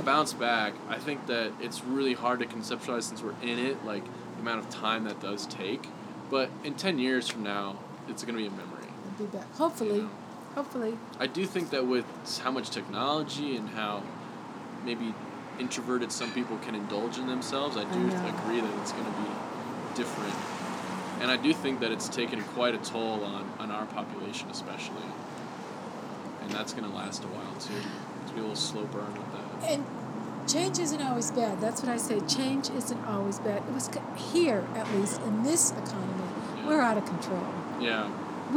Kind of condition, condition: fault, sounds in the background